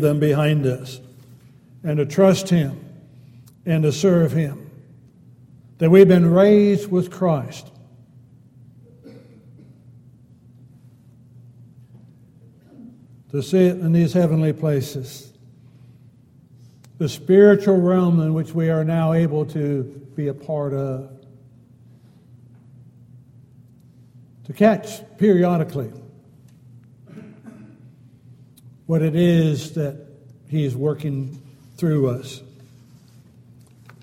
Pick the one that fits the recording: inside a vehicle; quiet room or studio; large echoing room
large echoing room